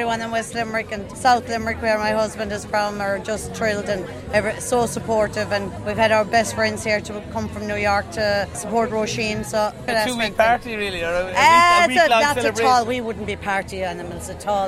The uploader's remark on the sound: Where he met with those on the street and behind the scenes. The Rose of Tralee festival kicks off.